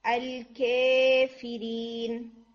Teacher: that's 75% یا اینڈ 25% الف، that's امالا